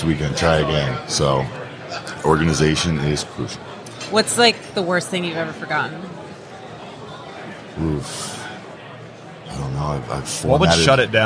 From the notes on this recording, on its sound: LIVE from WORKBENCHcon 2022. Broadcast from WORKBENCHcon 2022.